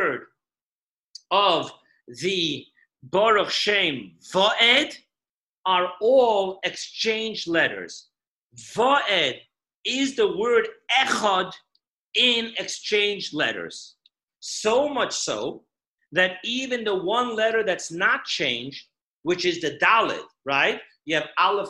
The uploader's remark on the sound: Zoom Parsha Class